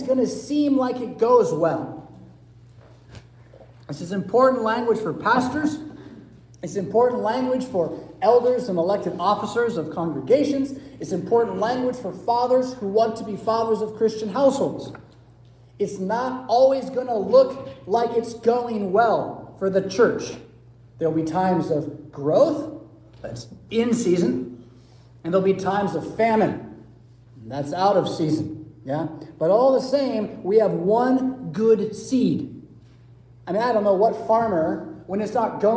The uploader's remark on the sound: Preached at St Paul Lutheran Church , Rockford, Illinois on February 27, 2022.